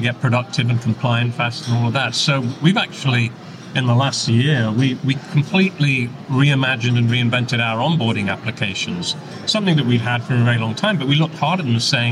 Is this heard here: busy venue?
yes